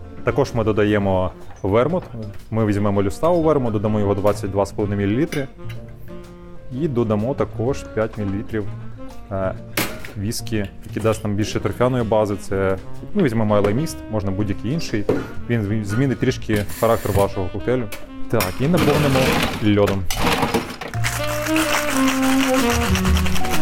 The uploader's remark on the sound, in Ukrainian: Одинадцятий епізод записали у Вінниці в дружньому барі «Полуночники»